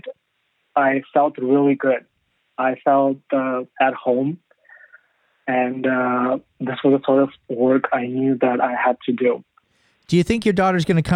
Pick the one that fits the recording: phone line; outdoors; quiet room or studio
phone line